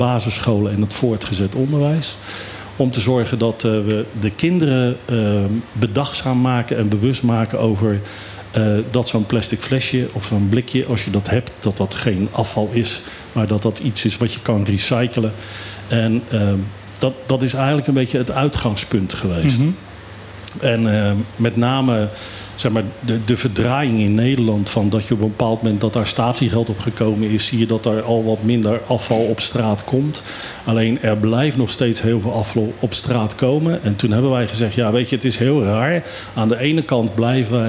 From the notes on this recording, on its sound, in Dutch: Het actualiteitenprogramma dat elke zaterdagmiddag live vanuit club Trocadero door de Bonairiaanse radiozender Mega Hit Fm (101.1 Mhz) wordt uitgezonden. Het werd een mooie uitzending met op de achtergrond het geruis van de regenbui die half Kralendijk onderwater zette.